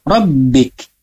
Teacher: huruf kaf tidak memantul. Maka huruf kaf tidak boleh dibaca robbik, tapi dihembuskan anginnya saja, jangan hurufnya